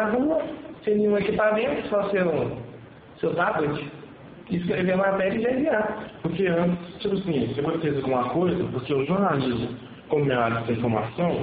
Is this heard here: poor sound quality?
yes